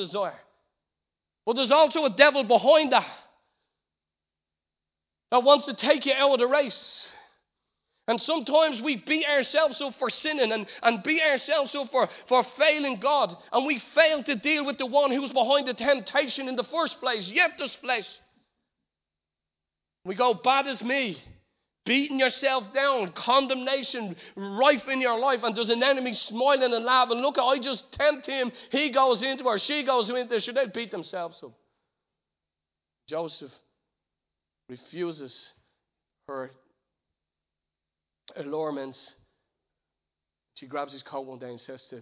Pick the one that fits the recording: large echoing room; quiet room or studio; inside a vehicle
large echoing room